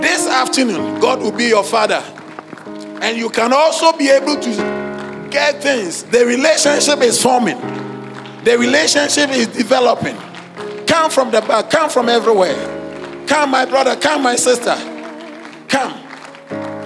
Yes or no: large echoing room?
yes